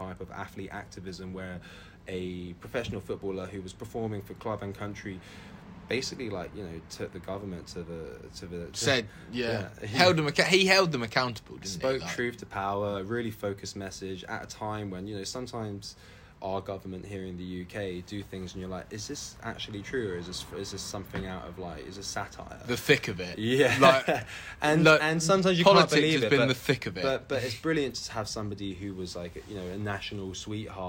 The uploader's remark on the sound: This week's episode comes from the garden of 'Pub of the year' The Gun in Findon Village